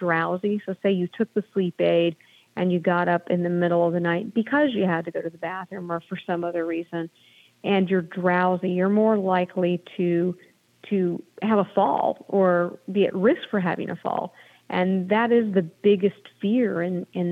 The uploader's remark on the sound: we take your calls in open phones across America